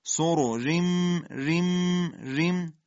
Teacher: را مکسور ترقیق با حالت سایشی